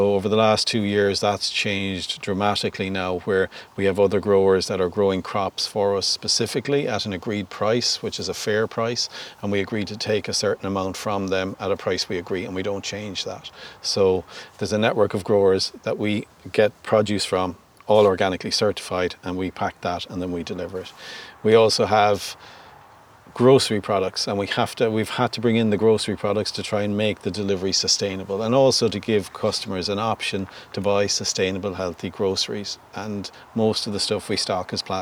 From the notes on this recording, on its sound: Venture outdoors and record this special episode, on-location in the farmyard at Green Earth Organics in Corrandulla, Co. Galway.